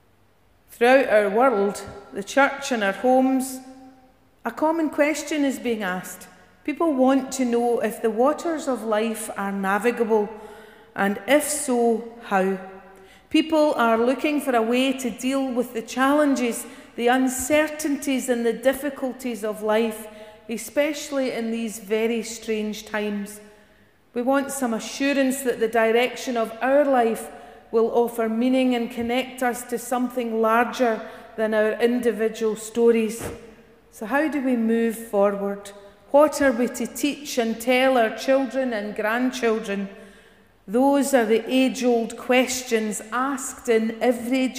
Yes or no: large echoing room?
yes